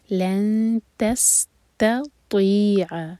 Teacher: غنہ، لن تس، تا کے لیے اخفا، دو سیکنڈس کا ٹائم، نون کے مخرج کو ٹچ نہیں کریں گے، نون کی آواز کو چھپائیں گے اور تا کے لیے زبان تیار